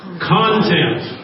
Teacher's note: the accent on the first syllable